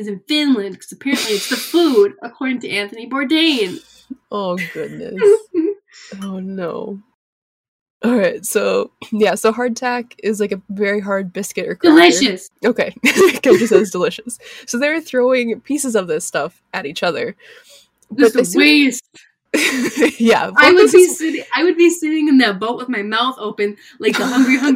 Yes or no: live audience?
no